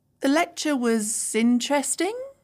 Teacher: This is rising intonation. I'm showing some doubt about the lecture